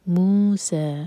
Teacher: مو اور سا دونوں برابر، دو دو حرکہ